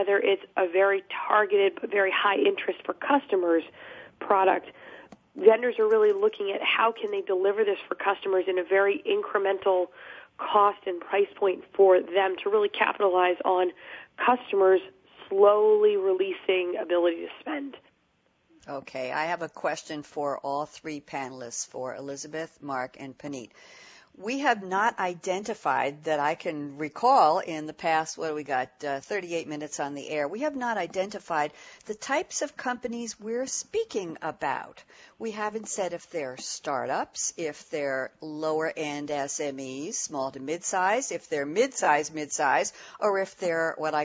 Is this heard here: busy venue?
no